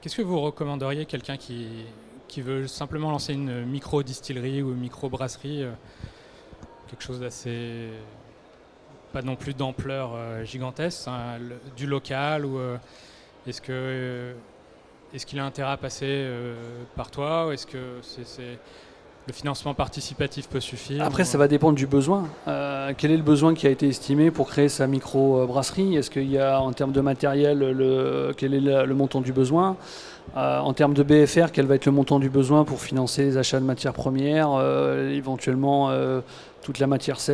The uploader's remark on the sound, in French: Conférence donnée au salon BRADIS